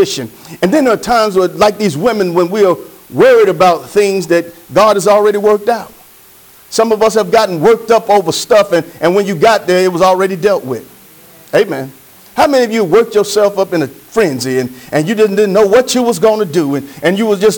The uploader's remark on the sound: Sermon preached from Wesley AME Zion Church